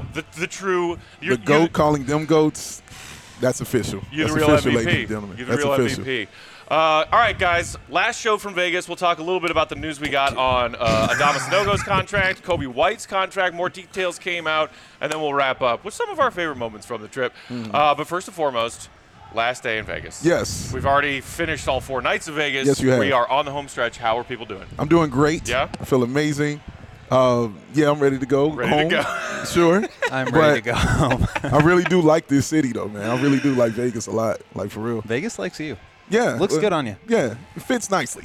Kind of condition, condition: setting, busy venue